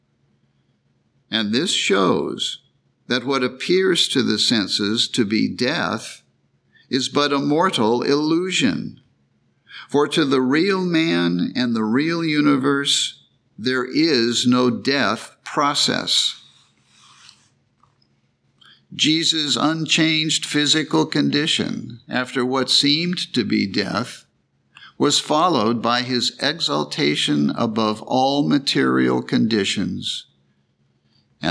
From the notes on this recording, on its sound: The Sunday service audio